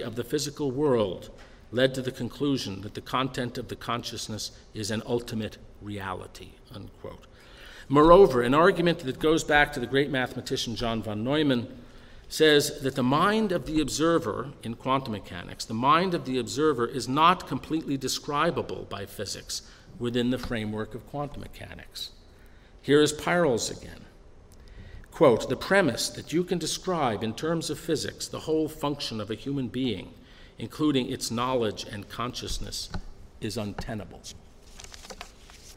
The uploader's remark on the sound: delivered at the University of Chicago on April 9, 2015.